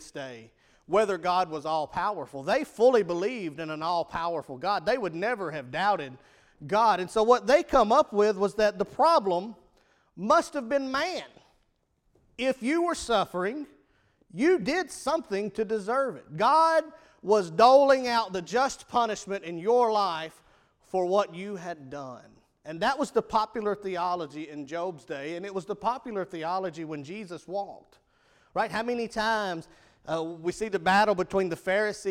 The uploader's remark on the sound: Evening service at Rocky Valley Baptist Church on 1-15-2017